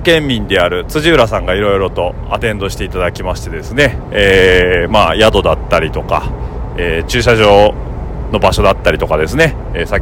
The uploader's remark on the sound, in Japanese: 今週は先日、長野県野沢温泉で行われたENSの模様をお届けします。今週も現地での収録となりますので、臨場感をお楽しみください。